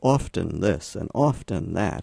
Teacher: every time he said that word, O-F-T-E-N, he pronounced the T. He said, often this and often that. · Term: spelling pronunciation